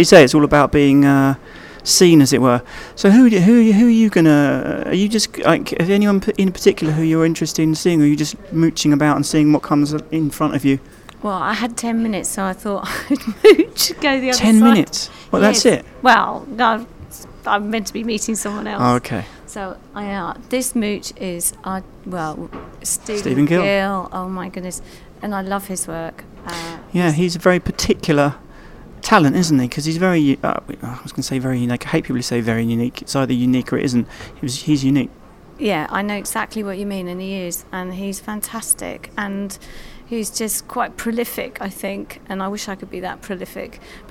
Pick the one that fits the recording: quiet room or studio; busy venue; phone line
busy venue